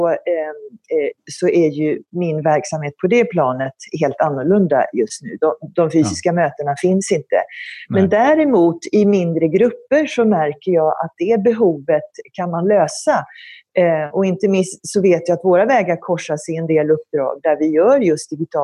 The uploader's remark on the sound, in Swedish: Samtalet spelades in via Zoom